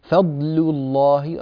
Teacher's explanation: رقق لام فضل، هذه لام مرققة